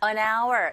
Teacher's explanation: 여기서 hour의 h는 무음하시죠? 안에 응이라는 자음과 hour의 아라는 모음과 연결되어져서 연음현상, liaison, an hour from the Red Lake.